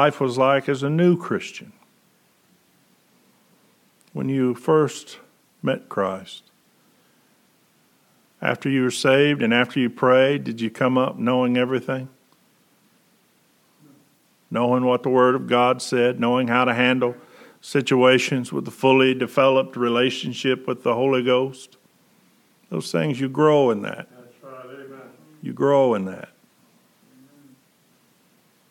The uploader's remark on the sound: Preached November 22, 2020 at General Baptist Church God's House of Prayer in Fairborn, Ohio